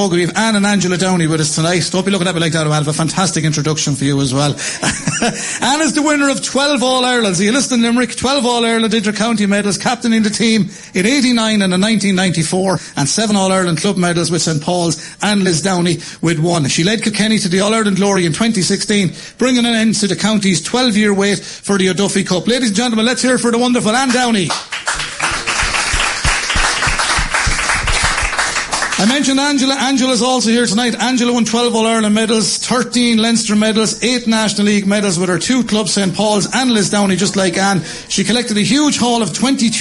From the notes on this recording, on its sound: As broadcast live from Matt The Millers.